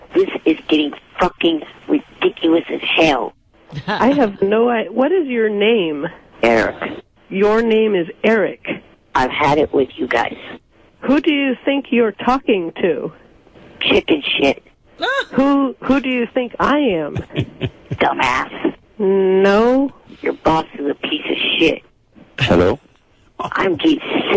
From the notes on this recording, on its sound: Prank Phone Calls Collection